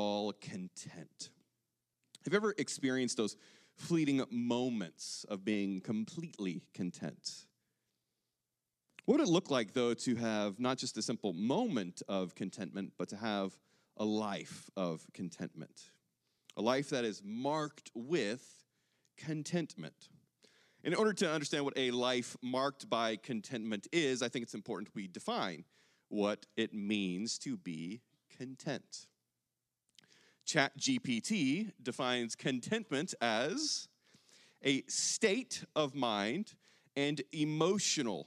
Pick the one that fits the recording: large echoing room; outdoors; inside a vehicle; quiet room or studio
large echoing room